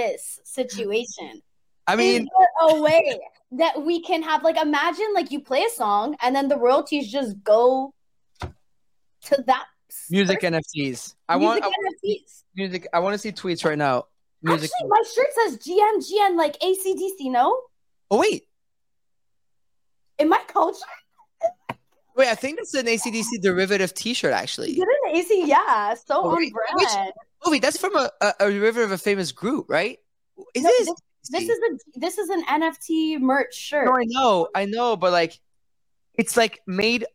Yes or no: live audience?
no